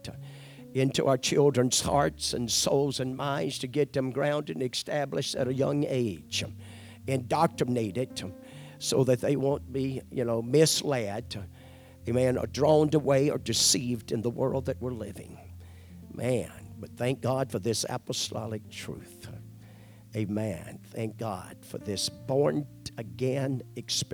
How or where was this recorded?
large echoing room